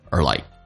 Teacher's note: Are like 用降调来发，变成 arelike，而且速度很快